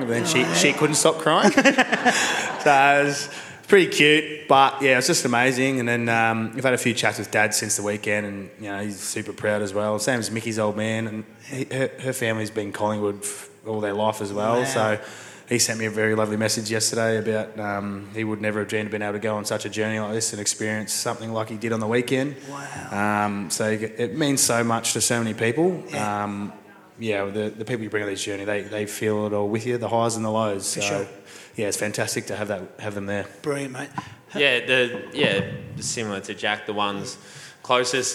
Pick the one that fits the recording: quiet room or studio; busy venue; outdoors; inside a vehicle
busy venue